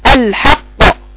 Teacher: قفلت الاول قطعت الصوت حبست الصوت وبعدين فتحت للقلقلة فتحة سريعة الحق، وخلي بالك ان قف صوتها فوق اقصى الحلق فوق، وانا بقول اقصى معذرة اقصى اللسان فوق الحق الحق.